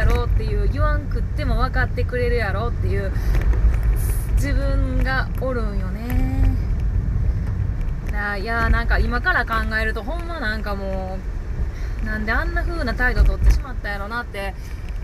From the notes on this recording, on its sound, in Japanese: 車の中から配信